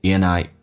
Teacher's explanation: And 跟 I 有一个连音，不是 andI， and 结尾的话可以把 d 去掉，用 and 形成个连音